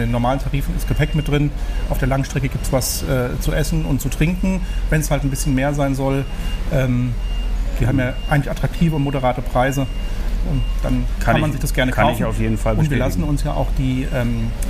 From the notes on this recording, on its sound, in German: Condor auf den Counterdays live Mallorca 2021. Die Live Counter Days auf Mallorca 2021. Oktober fand eines der ersten großen touristischen Live-Events statt.